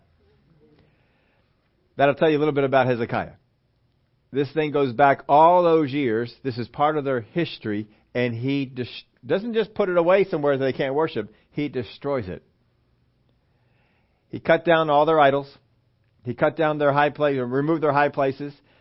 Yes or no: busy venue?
no